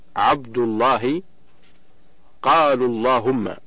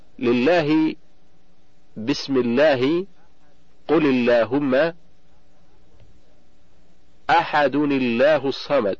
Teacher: وفخم اللام من اسم الله عن فتح أو ضم كعبد الله · Shown in: first take